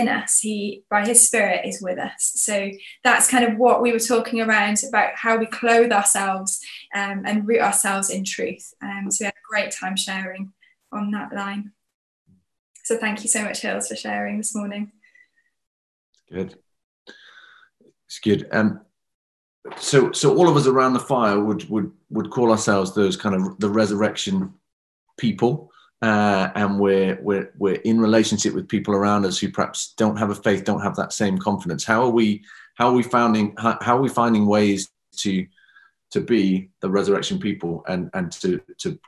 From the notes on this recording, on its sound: We gather again on Zoom